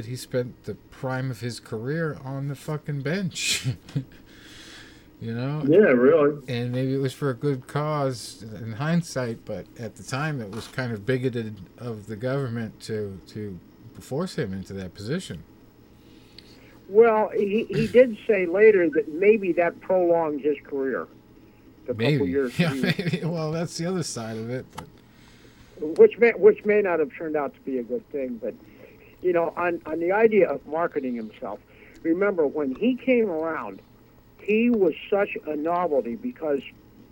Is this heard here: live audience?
no